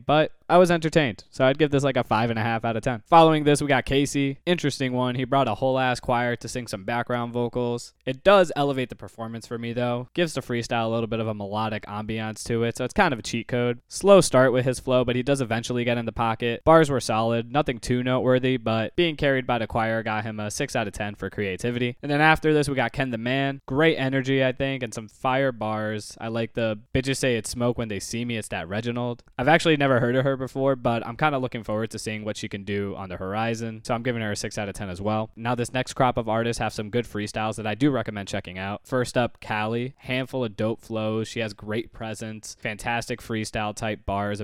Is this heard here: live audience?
no